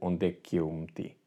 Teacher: the k would sort of fuse with the eu